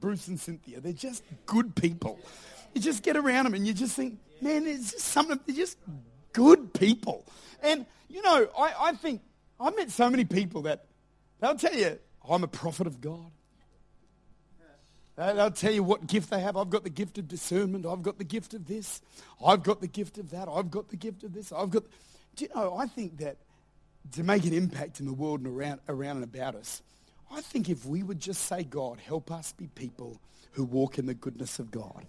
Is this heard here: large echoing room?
yes